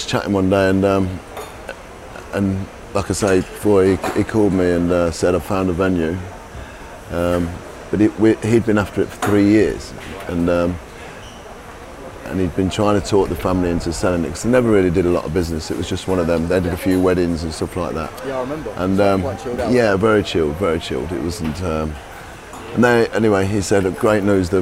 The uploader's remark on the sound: Ocean Beach in Ibiza – where we recorded this interview.